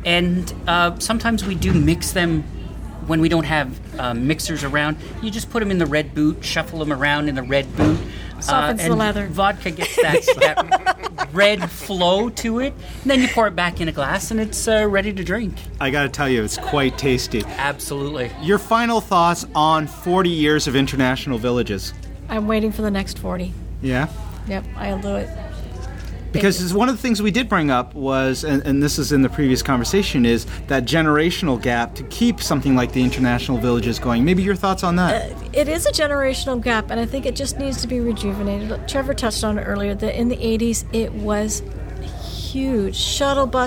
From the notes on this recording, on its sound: Recorded at Ukraina Village in Brantford, Ontario, on July 3, 2013. Recorded at Ukraina Village in Brantford, Ontario.